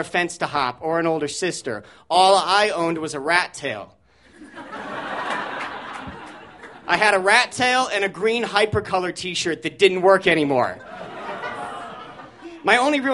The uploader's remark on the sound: These stories were recorded at The Deer Pile on February 20, 2014